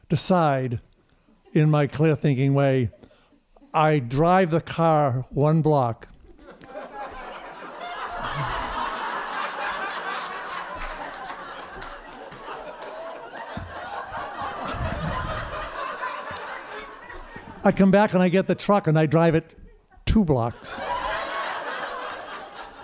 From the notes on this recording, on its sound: Recorded live in Truro, Massachusetts at Payomet Center for the Performing Arts on August 25, 2014.